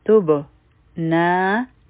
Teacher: په با باندې چې سکون راشي نو قلقله کیږي، نو دلته کې به آواز واپس راتیم بک کیږي